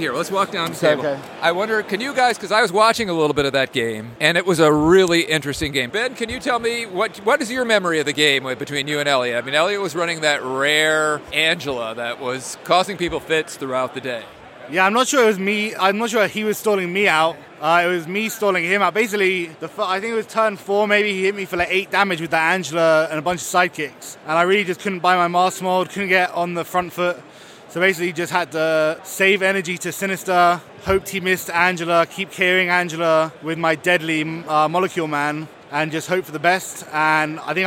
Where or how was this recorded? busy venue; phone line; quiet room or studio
busy venue